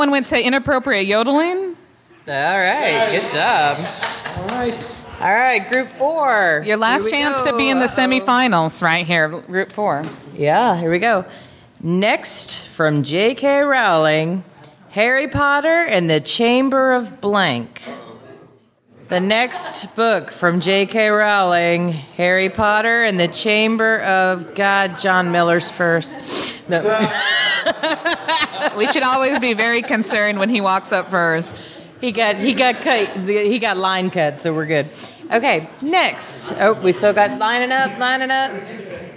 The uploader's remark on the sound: LIVE from Comicpalooza with Cards Against Humanity. We also had some very special guests and listeners leave some awesome messages, and you will hear those throughout the live game play. We have included those soundbites and voicemail messages throughout the show.